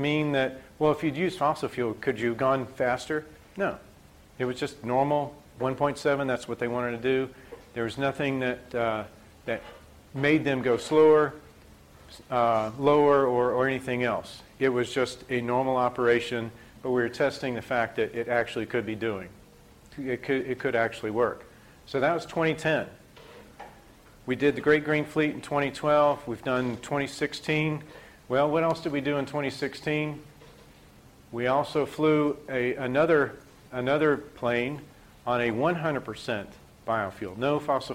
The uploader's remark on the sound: IFE Distinguished Visitor Lecture, recorded 9 October 2017 at QUT